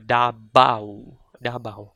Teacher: In Bisaya, we don't say Davao because we don't have the V sound. So instead, we use the B sound.